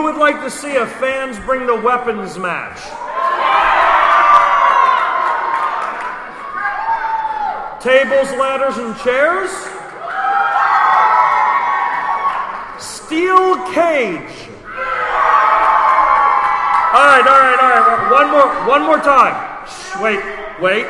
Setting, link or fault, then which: setting, busy venue